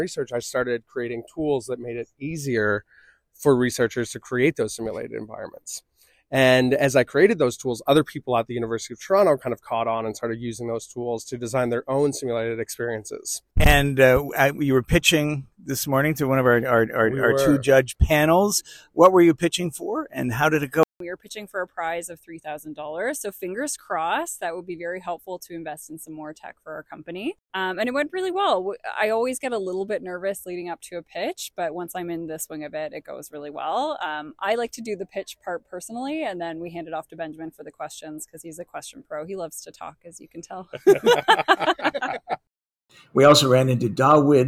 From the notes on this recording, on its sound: LIVE at the Startup Canada Tour 2023. We brought our podcast mic to the fifth and final Startup Canada Tour stop in Brampton. Hear from entrepreneurs who took part in the Pop-up Pitch Competition.